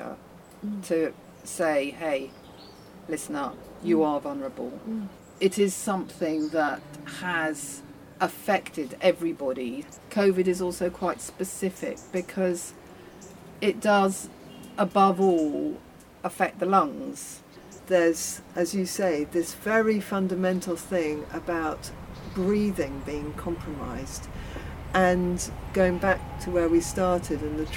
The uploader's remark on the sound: Recorded at the Bethnal Green Nature Reserve (Phytology). Recorded at the Bethnal Green Nature Reserve (Phytology).